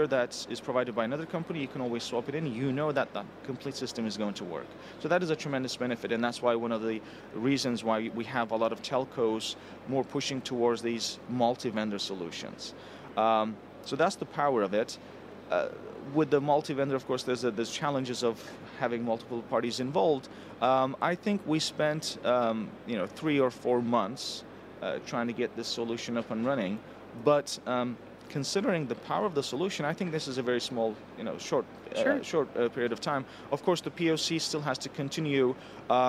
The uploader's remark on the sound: Live from MWC. In this archive of a livecast.